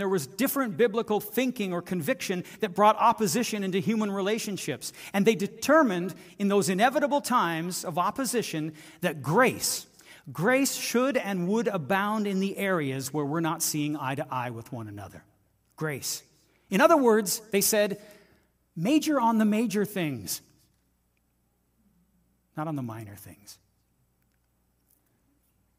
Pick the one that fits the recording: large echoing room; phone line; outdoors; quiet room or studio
large echoing room